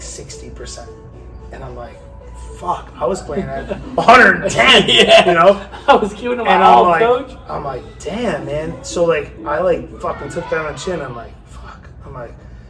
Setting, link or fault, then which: fault, background noise